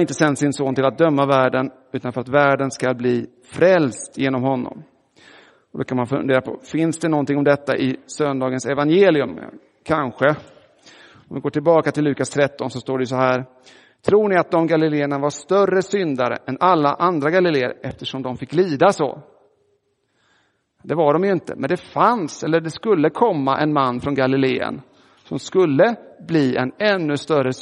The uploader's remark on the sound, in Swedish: Inspelad i Roseniuskyrkan.